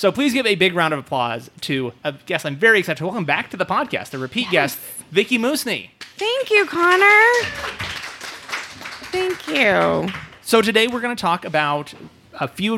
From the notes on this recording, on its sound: This episode of Renoites was recorded in front of a live audience at Black Rabbit Mead Company in Reno, Nevada.